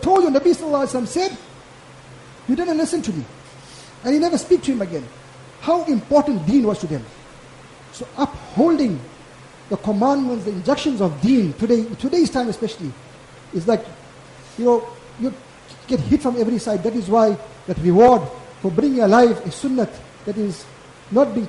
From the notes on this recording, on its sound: Jumuah lecture.